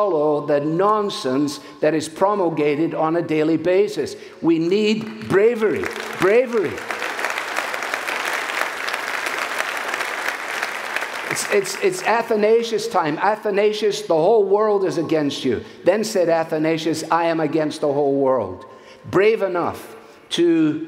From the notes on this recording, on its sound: from the stage at our Family Leadership Summit